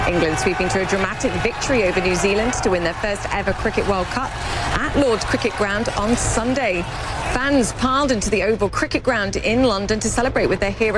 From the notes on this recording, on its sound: live from the New York Stock Exchange